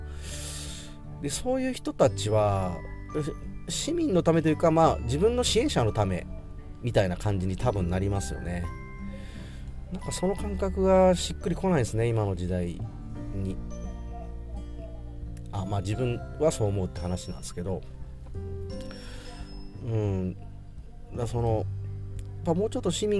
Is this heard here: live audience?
no